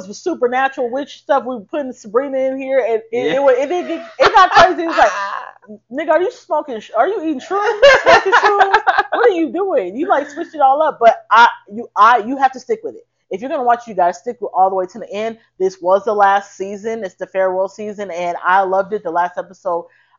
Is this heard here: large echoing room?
no